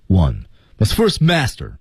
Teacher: one must T 失去爆破，first T 失去爆破